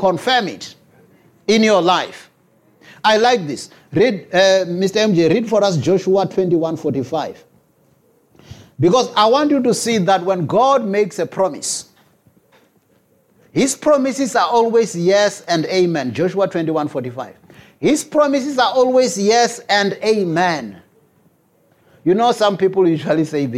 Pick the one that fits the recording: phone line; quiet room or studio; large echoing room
large echoing room